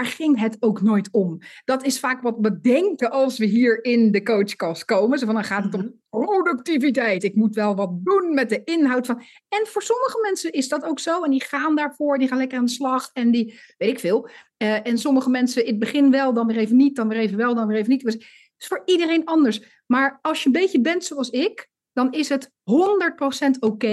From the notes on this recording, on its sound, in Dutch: Live opgenomen tijden een coachcall van Master Your Story, hét storytelling-programma voor ondernemers.